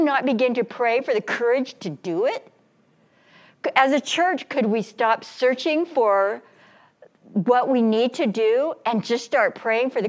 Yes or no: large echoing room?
yes